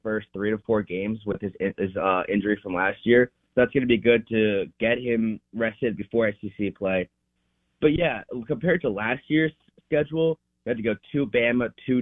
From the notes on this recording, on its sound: Joins the show on the Farm Bureau guest line talking about the big weekend in Rebel sports live in the BankPlus Studio.